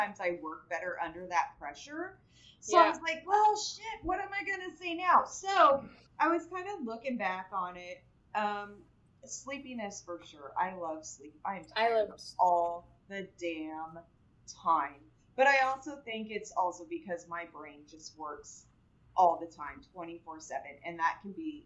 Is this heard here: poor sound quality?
yes